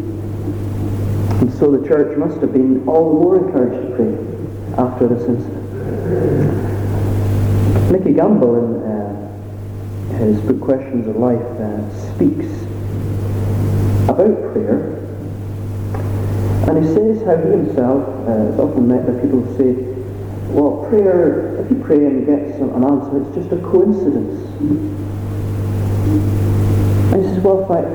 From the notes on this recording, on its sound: Apologies for the sound quality